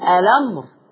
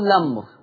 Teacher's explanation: انطق همزه الوصل اقول الامر او اشيل همزه الوصل وابدا باللام اقول لمر